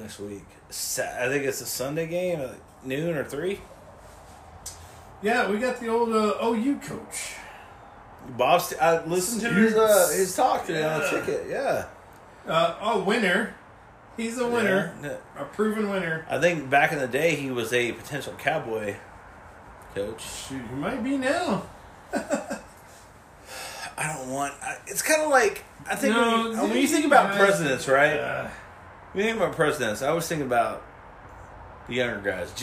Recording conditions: poor microphone